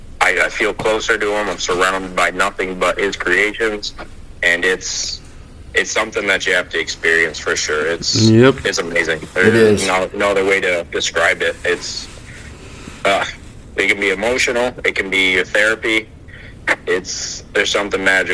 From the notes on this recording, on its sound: hops on the phone and shoots the shit with me